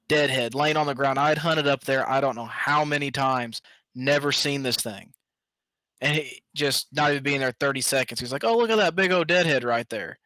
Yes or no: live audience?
no